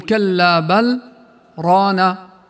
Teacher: يجب إظهار اللام ولا ندغمها مع الراء التي بعدها لوجود السكت المانع للإدغام